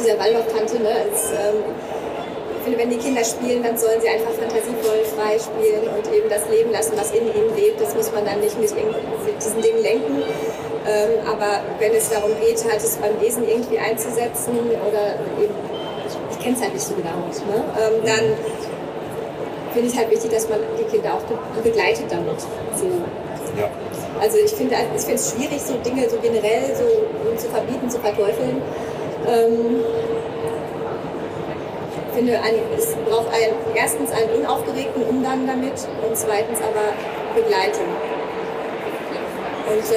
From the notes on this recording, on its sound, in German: Live von der Didacta. Live auf der Bildungmesse Didacta aufgenommen. Mit Zuhörer:innen, Messetrubel.